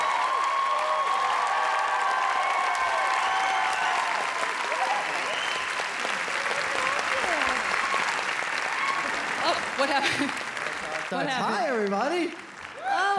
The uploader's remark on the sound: the audio from January's SF Sketchfest